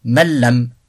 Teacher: C'est un idram complet et total. La noun et la runna disparaissent du fait de la proximité des points de prononciation.